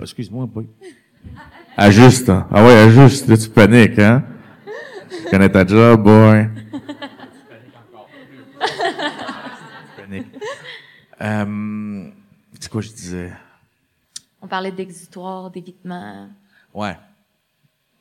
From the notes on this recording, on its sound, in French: Le moment est enfin venu de vous présenter notre premier épisode devant public.